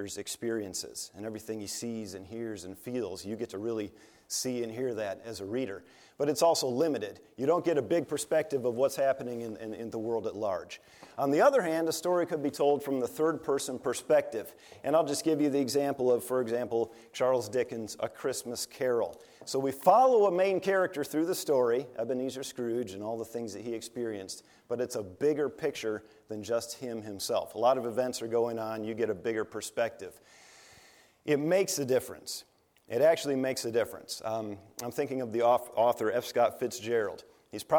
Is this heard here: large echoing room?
yes